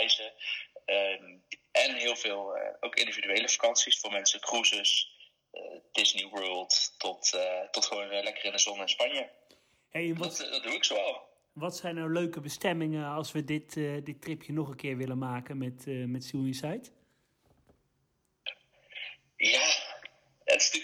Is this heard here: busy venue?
no